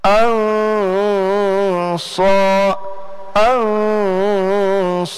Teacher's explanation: soknya betul-betul itbaq. Lebih tebal dari hanya sekedar dia huruf isti'la